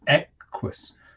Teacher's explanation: In the Latin word equus, the stress falls on the first syllable · Term: trochee